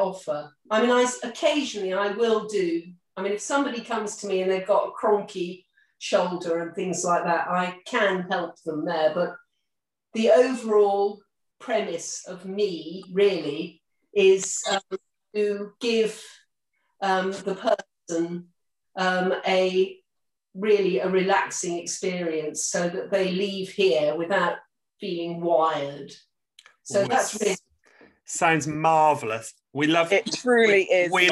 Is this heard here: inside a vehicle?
no